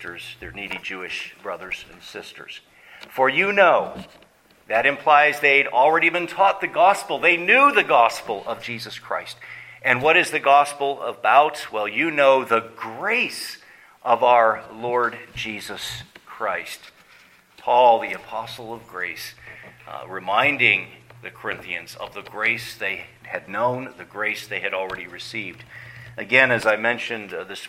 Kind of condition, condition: setting, large echoing room